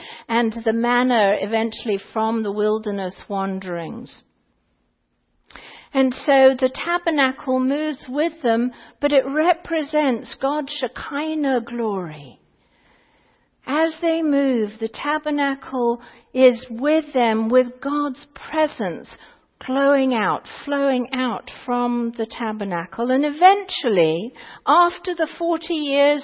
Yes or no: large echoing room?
yes